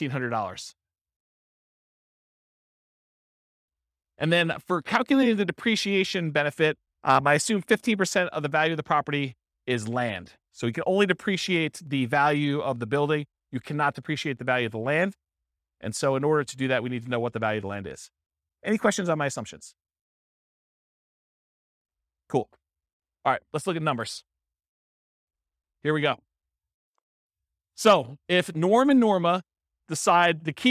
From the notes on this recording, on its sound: This was a live class recorded